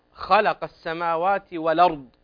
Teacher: يعني أظهر تفخيم الراء لأنها هنا مفخمة حتى لورش